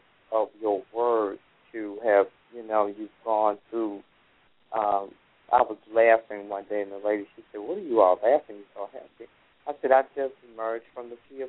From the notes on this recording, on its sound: callers may call in with questions